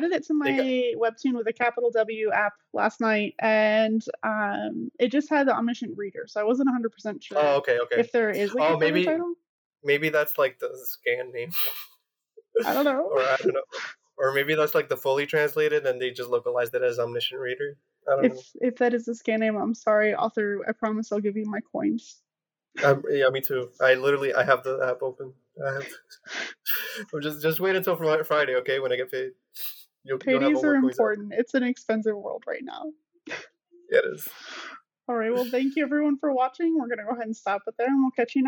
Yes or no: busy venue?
no